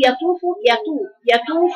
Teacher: هي مفخمه بطاء مستعلاه مطبقه تبقى يا طوف يا طوف وليست يا طوف يطوف دي تاء